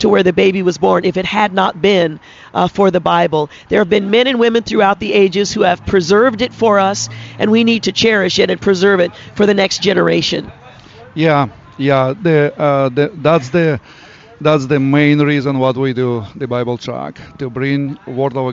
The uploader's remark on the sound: Join us today as we broadcast live from The Bible Truck at Clackamas Town Center’s NW corner near the Sears store.